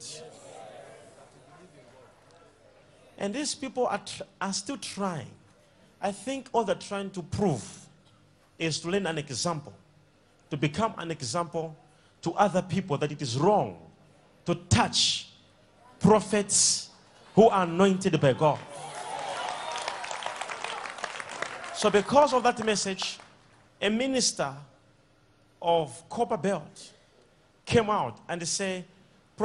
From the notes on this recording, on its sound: Sunday Live Service